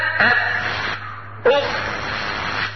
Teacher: الهواء خارج على طول ولا في حاجة صدته خارج على طول. · Term: رخاوة